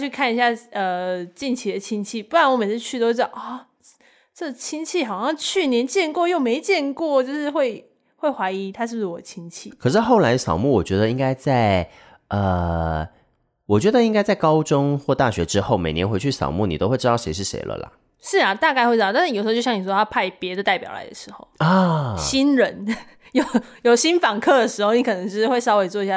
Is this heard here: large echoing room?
no